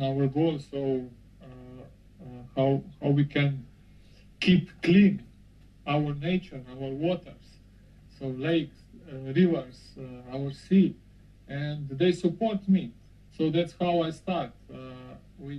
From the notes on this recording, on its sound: Sorry for the bad audio quality